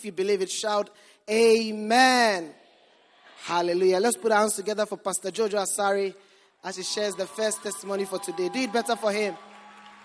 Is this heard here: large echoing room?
yes